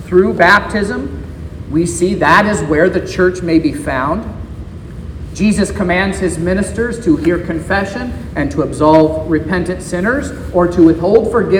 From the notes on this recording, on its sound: This is the sermon preached at Trinity Lutheran Church in Vallonia, Indiana, on Sunday, May 28th, 2023